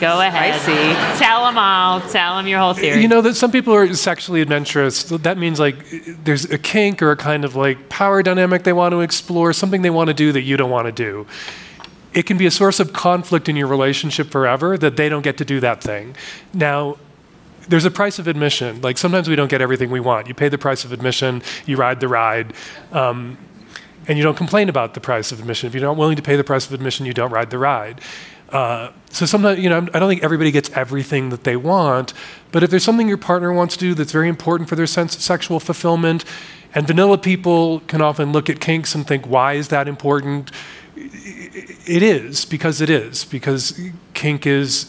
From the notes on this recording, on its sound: In this panel from the 2023 Aspen Ideas Festival. Moderates the conversation and carefully chooses questions from the audience.